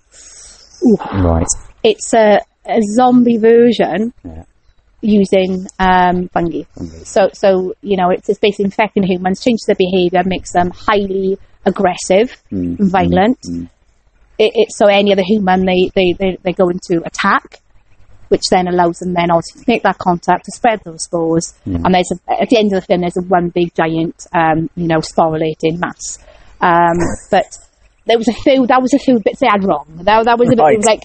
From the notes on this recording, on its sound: Gets to go outside and records the passionate voice. Out in a damp woodland near Caerphilly, South Wales.